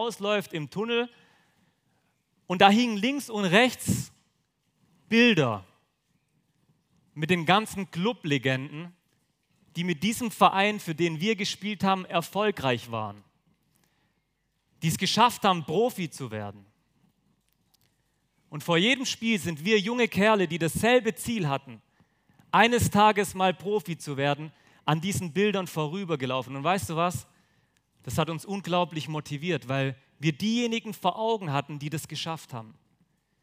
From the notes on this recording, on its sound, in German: auf dem Younited #weekend 2023 in Friolzheim (Jugendverbandstreffen des Christusbundes)